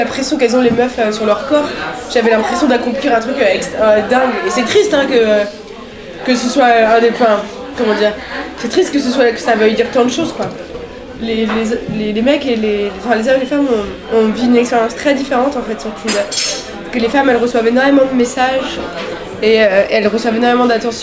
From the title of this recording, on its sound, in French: au bar le Progès